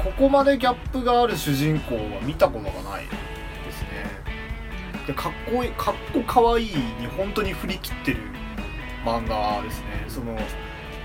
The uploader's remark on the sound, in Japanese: 録音機材：iPhone7